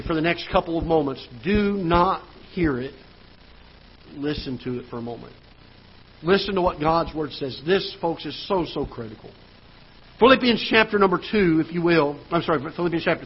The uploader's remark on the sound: Ketha Heights Baptist Church ~ Live Broadcast